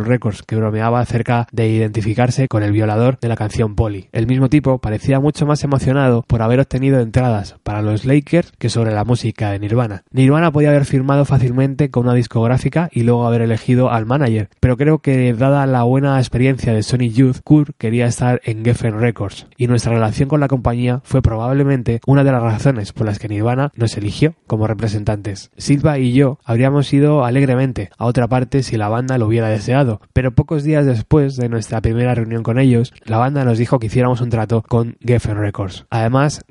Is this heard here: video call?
no